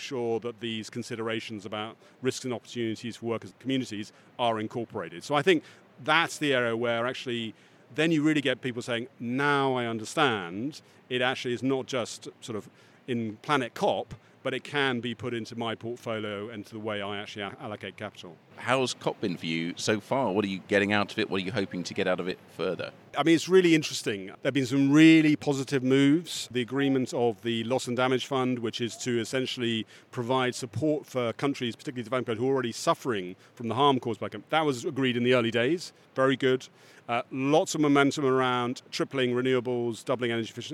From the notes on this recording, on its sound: In the studio. On the conference floor.